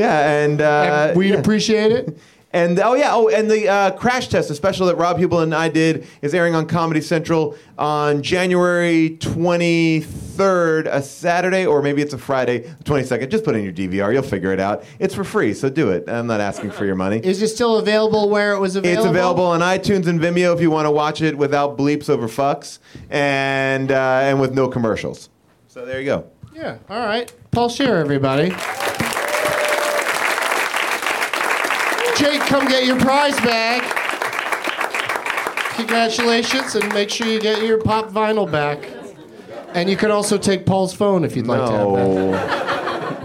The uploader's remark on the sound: Back at the UCB Theatre in LA